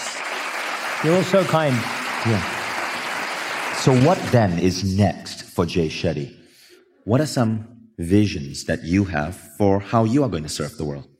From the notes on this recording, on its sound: Live from Mindvalley’s stage